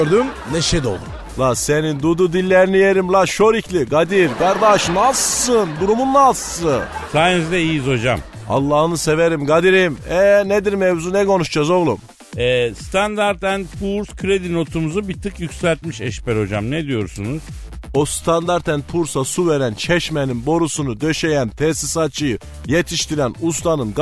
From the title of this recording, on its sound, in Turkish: telefon görüşmesi